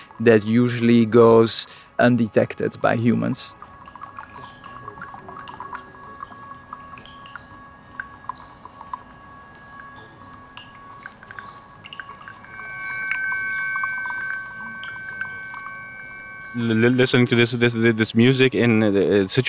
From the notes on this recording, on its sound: A lot is in English, some in Danish, the sounds are universal. Walking and talking with Shortwave Collective. Besøg hos Struer lokalafdeling af Experimenterende Danske Radioamatører.